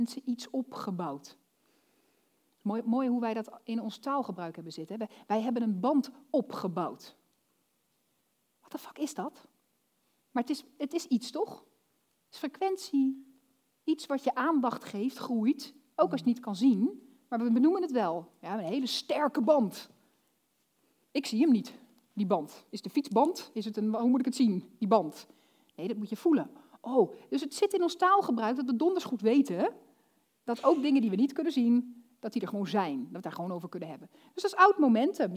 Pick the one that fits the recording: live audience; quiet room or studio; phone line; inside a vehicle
live audience